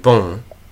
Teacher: bon is an O sound with nasality